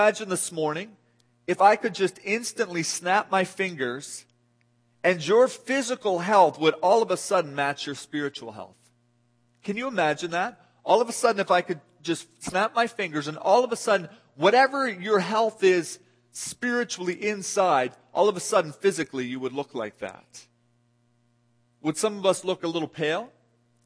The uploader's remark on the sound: This audio sermon entitled, Guest Service, was delivered at The People’s Church of Somerville, NB.